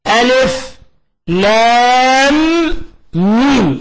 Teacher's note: وهناك حرفي مثقل لأنه في إدغام، ألف لام ميم، أدغمنا الميم الأولى في الميم الثانية. الميم الأولى ساكنة، والميم الثانية متحركة، أدغمنا فصار عندنا إدغام متماثلين، فهذا سمي مد لازم حرف مثقل لأنه جرى في إدغام.